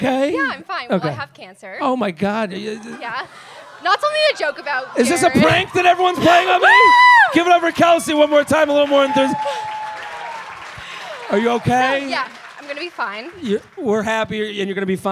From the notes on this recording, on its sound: LIVE From Laugh Boston. LIVE from the Laugh Boston comedy club.